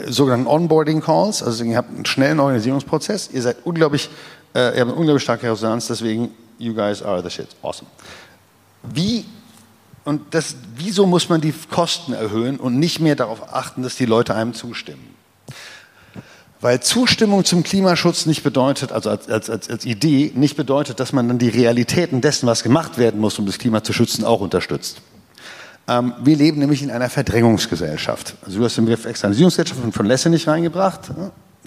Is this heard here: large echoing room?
yes